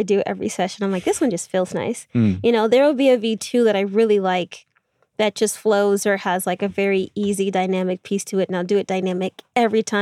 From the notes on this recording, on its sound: We met up in Red Rock and recorded a nice long chat in the van.